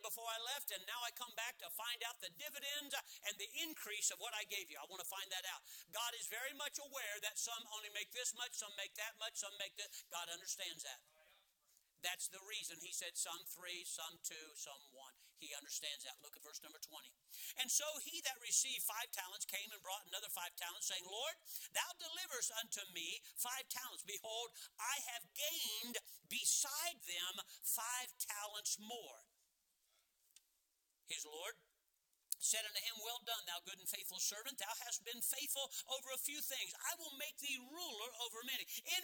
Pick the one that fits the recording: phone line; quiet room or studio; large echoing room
large echoing room